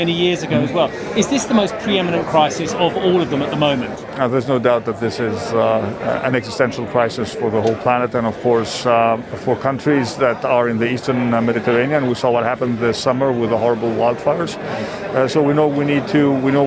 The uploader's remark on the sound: We are also live at the Web Summit in Lisbon.